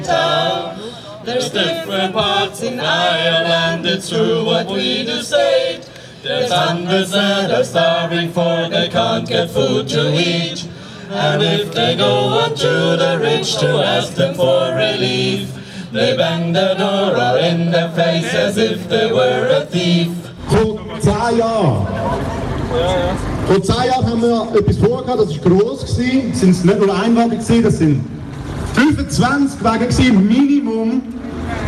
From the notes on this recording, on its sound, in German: auf dem Archplatz und berichteten live vom 10 Jahre StandortFUCKtor Jubiläum